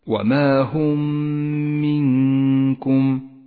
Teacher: الميم الساكنة جاءت بعدها ميم متحركة تدغمان فتصيران ميما واحدة مشددة · Term: الإدغام الشفوي